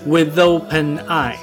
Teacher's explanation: with 结尾的 th 要跟 open 第一个字母 O 连读。